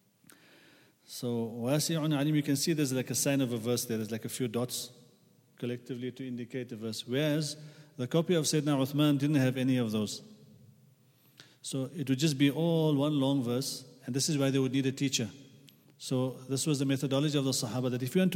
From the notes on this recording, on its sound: At the Houghton Masjid (West Street).